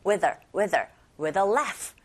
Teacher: with her 할 때 her 소리의 흐 사운드가 잘 안 들리죠